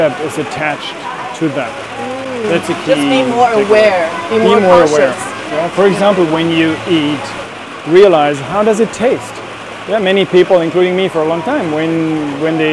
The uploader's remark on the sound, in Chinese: 本期播客是在巴厘岛乌布的一家cafe录制，录音环境并不理想，且在最后的十分钟下起了倾盆大雨。